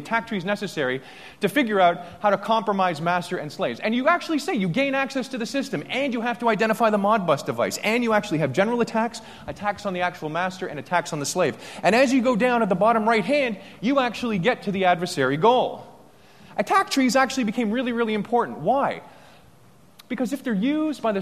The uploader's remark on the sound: Day two keynote speech from AusCERT.